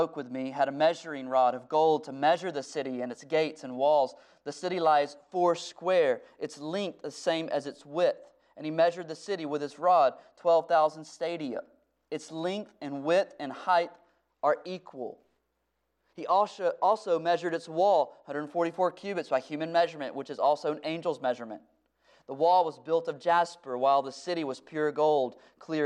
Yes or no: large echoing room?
yes